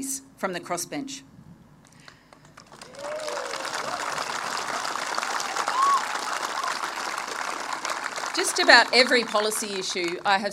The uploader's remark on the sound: Live Campaign Launch Speech Recording. This recording took place on April 10th, 2022, with an audience of 1200 community members.